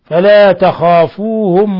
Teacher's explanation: مين ساكنة جاء بعدها الواو الحكم التجويدي إظهار شفوي بل هو من أشد حالات الإظهار الشفوي وخافون إن كنتم مؤمنين